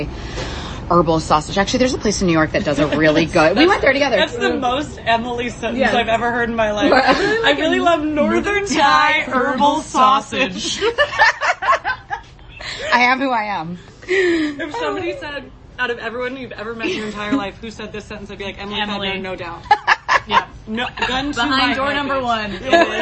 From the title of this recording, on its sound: Dispatching live from Northern Thai Food Club